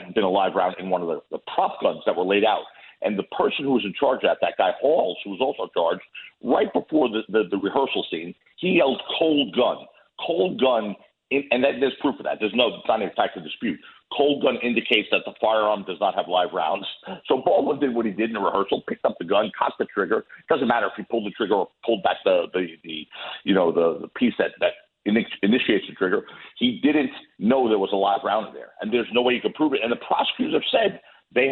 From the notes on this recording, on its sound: calls in from Italy